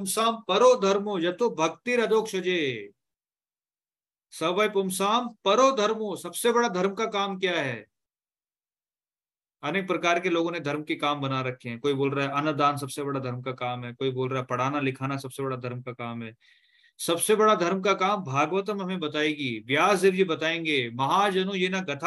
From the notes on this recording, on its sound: Zoom recorded class